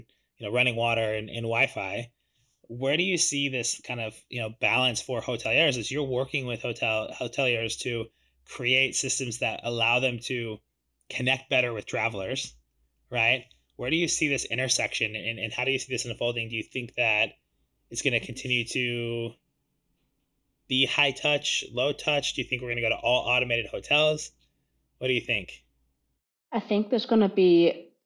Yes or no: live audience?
no